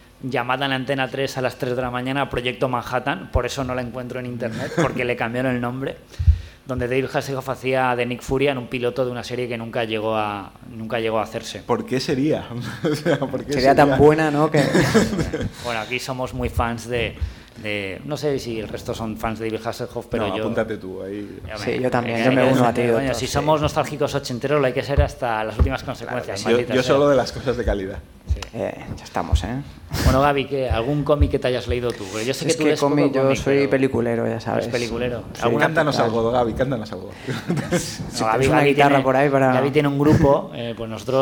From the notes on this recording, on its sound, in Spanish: Desde el Salón del Cómic de Alicante 2014. Se celebraba en Alicante el Primer Salón del Cómic, Alicomic, en el recinto ferial IFA de Alicante.